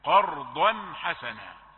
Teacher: إظهار حلقي، لأنه جاي بعده حرف حلق وهو الحاء